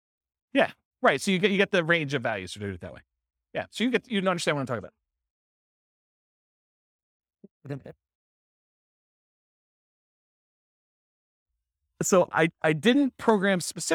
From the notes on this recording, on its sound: This was a live class recorded